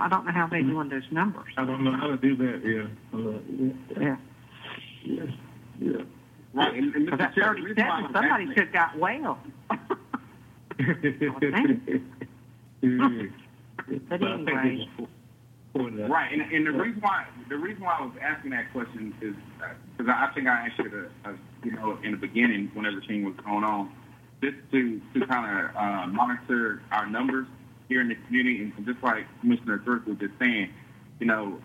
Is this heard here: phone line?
yes